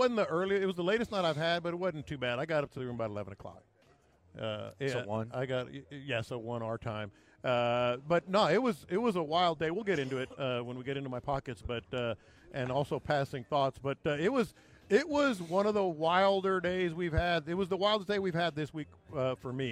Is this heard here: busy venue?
yes